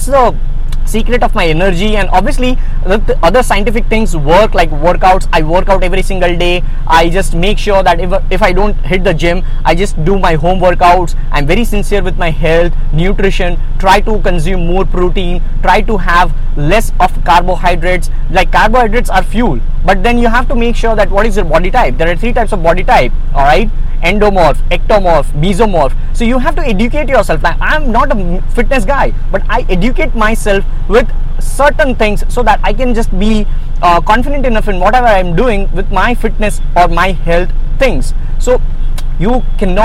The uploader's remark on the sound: I am driving to a place in my car